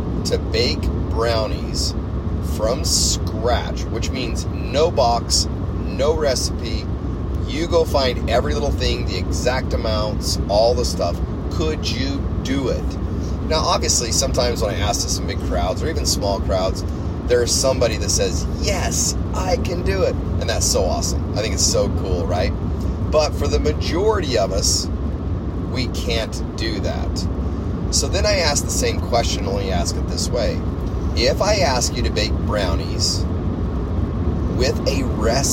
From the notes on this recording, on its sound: Saxophone playing schenanigans. Hence the background noise....